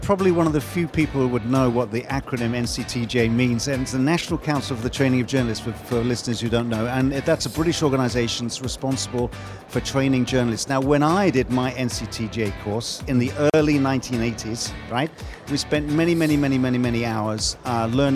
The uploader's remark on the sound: Live from Global Media Congress